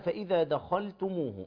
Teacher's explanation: والخاء هنا دخلتموه، الخاء واخد المرتبة الثانية، مفتوح ليس بعده ألف